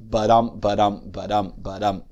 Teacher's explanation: You have that series of unstressed, stressed, unstressed, stressed.